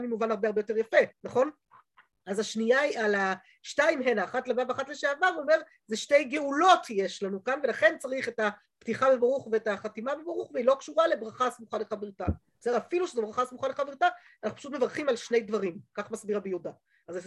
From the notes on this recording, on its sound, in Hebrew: השיעור הועבר והוקלט בזום. בישוב לשם.